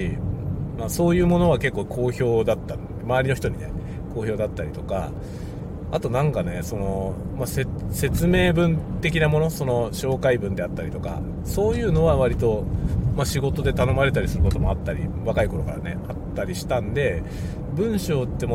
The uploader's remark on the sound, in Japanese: 朝からドライブ雑談。車を運転しながらいろいろ話しています。使用マイク：ZOOM M3 MicTrak ポスト処理：CUBASE Elements 13。